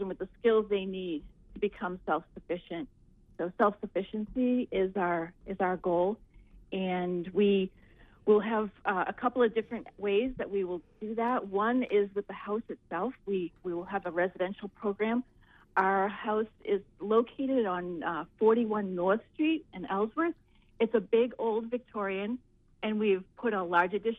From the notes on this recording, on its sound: This was WERU’s 3rd year celebrating Giving Tuesday with a call in show dedicated to area nonprofits. Representatives from area nonprofits called in to talk about the work they are doing in the community.